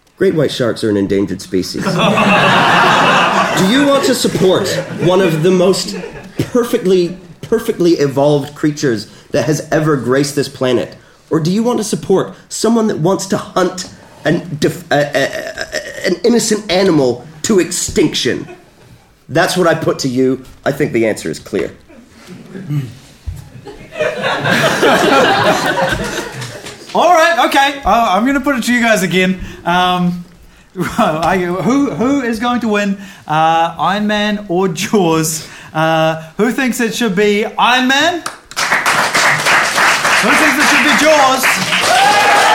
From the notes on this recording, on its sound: A brand new panel show recorded live at Orange Studio in Christchurch, New Zealand.